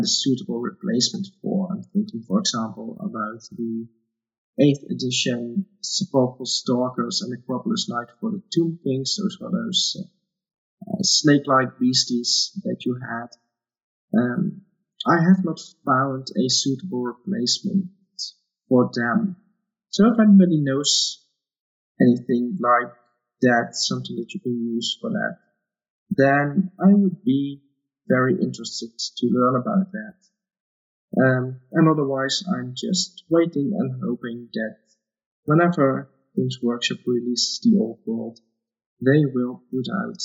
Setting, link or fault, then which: fault, poor sound quality